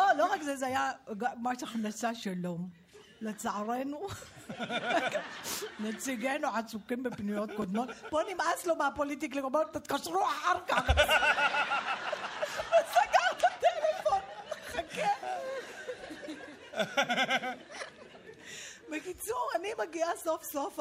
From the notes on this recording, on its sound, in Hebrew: הרפתקה מחוץ לאולפן באולם הקאמרי 4. התכנית הוקלטה מול קהל של כ-200 ממאזיני "ציפורי לילה עושות עניין".